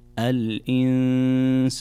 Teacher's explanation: نون ساكنة جاء بعدها حرف السين، والسين من حروف الإخفاء، فعندنا كذلك هنا غنة بمقدار حركتين